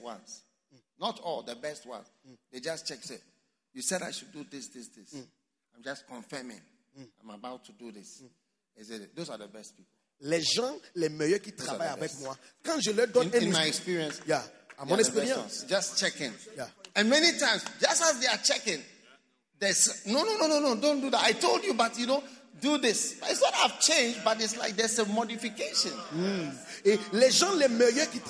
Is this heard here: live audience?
yes